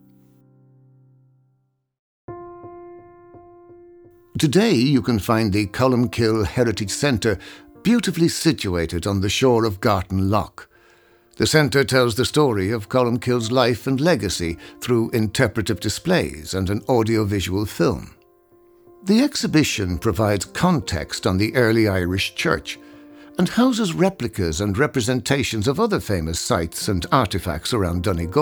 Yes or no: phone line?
no